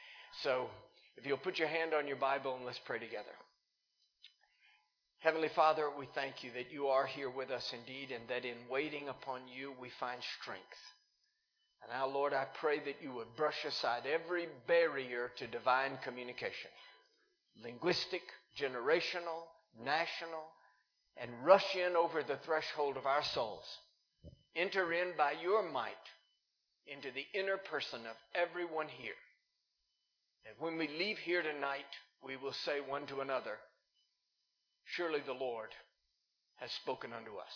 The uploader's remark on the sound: Recorded live in Liberty Church in 2019